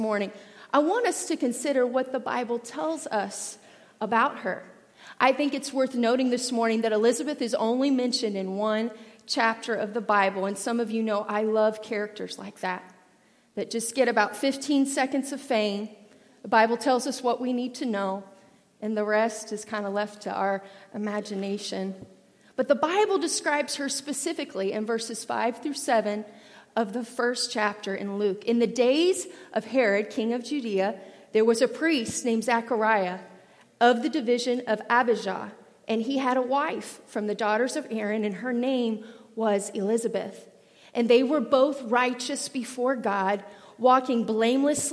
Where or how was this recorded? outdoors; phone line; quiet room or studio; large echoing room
large echoing room